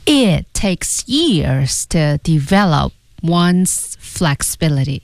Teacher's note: It takes 那 it 那个 t 要失去爆破